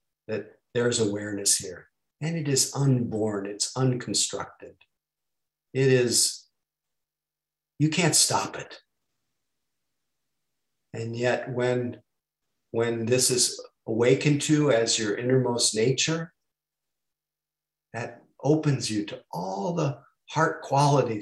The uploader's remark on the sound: (Mission Dharma) Recorded Zoom Session.